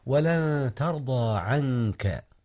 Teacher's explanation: أخفي نون عن قبل الكاف · Term: إخفاء